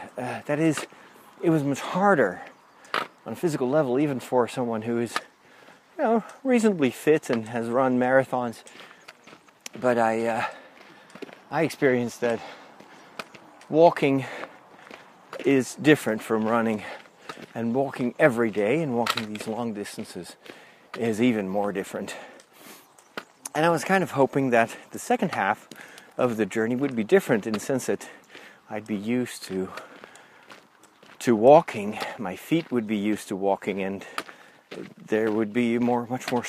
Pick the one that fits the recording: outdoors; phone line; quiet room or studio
outdoors